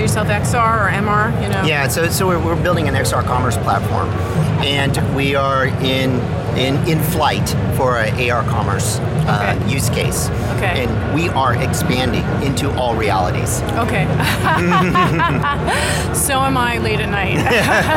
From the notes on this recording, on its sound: Live From The Show Floor of VRLA 2018.